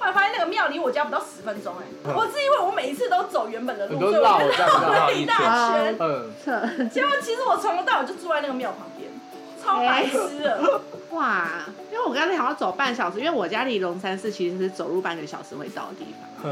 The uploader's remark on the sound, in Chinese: 抱歉這次沒顧好，錄音環境噪音有點多。